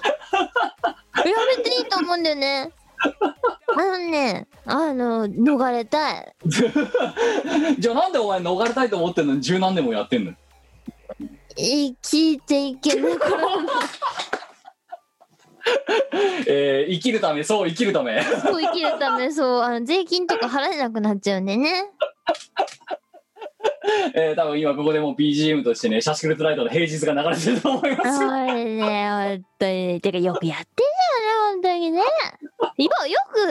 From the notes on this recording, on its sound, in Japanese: 本番組はリモート収録です。収録時環境の影響により、聴き取り辛い部分があります。